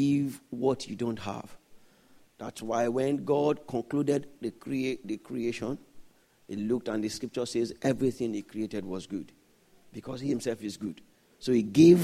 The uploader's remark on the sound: This Sunday Service message